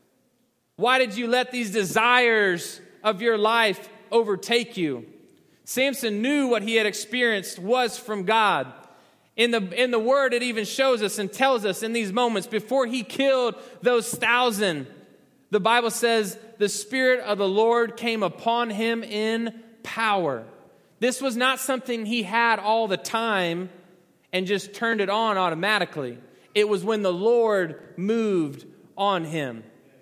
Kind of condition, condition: setting, large echoing room